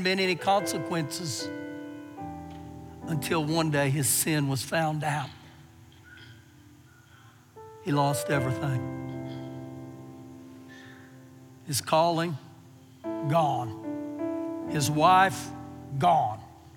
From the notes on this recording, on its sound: Recorded live during our Sunday morning service.